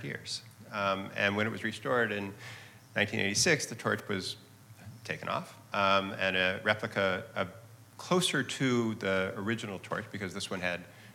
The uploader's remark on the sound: Part of the City of Tomorrow: Real Estate, Architecture & Design Summit presented by 92Y and Hundred Stories. At 92nd Street Y.